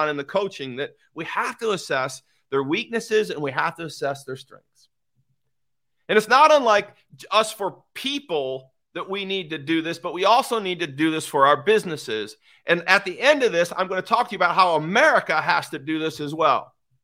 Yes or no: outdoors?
no